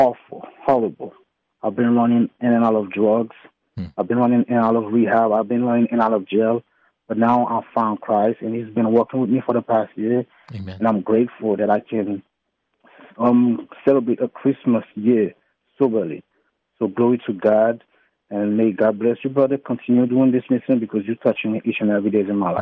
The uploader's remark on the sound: Opened the phone lines, encouraging listeners to express their Christmas thoughts.